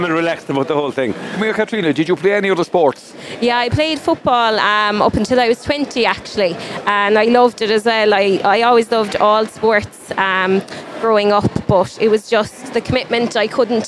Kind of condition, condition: setting, busy venue